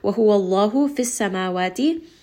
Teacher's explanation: name of Allah here is going to be heavy. The letter before has a fatah.